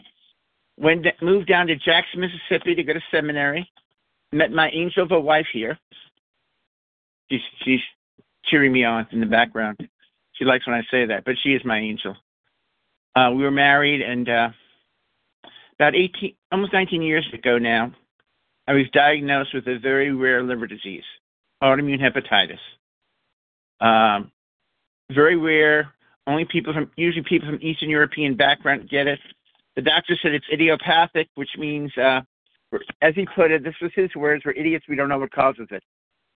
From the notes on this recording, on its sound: 100 Pounders Phone Meeting.